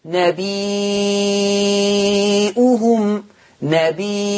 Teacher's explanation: أثبت ورش الهمز فتصير عنده مد متصل، نبيهم، نبيهم، هكذا.